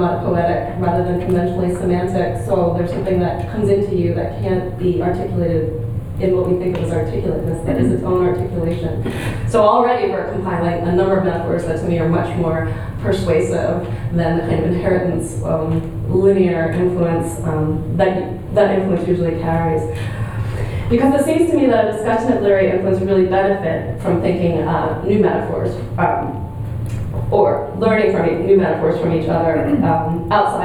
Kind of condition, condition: setting, live audience